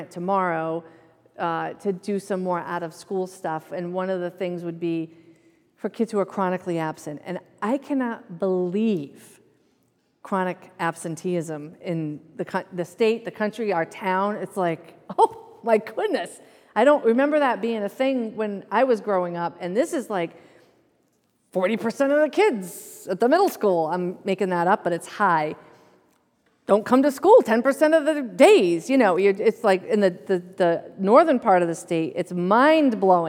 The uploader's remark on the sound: The first lecture in our 2023 Summer Lecture Series.